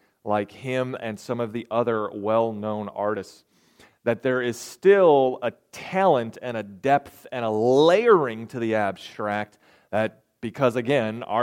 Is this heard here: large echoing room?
yes